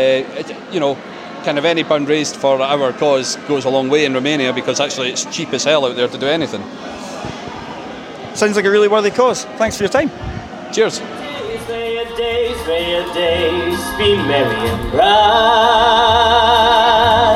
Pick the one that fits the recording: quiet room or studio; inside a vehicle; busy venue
busy venue